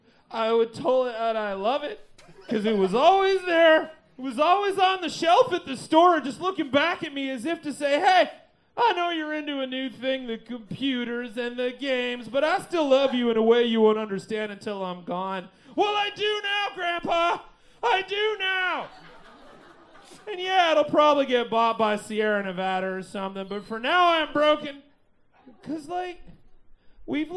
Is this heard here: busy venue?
yes